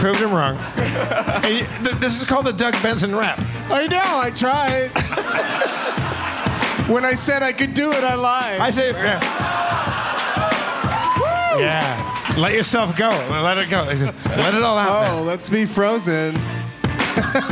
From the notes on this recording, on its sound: LIVE from Esther’s Follies at SXSW’17 in Austin, TX. Audience members.